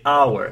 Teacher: So it starts with the vowel sound au, with a diphthong au instead.